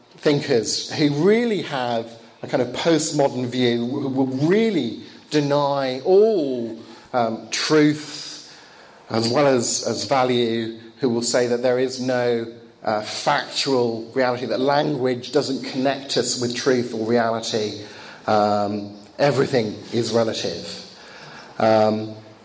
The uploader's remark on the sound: Lecture given in Bulgaria, 2014.